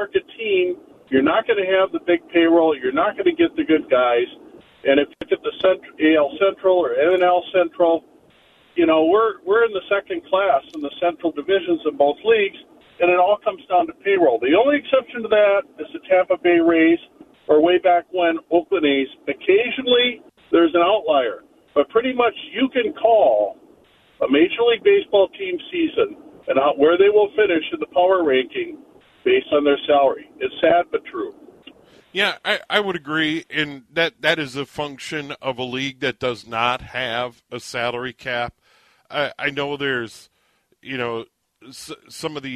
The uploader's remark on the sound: Opens up the phone lines to let listeners vent their frustrations.